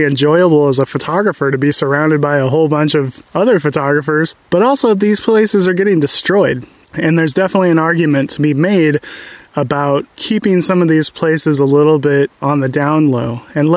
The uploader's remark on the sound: Live Q&A from the Redwoods